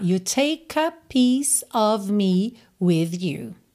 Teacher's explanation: você já vai juntar o K no A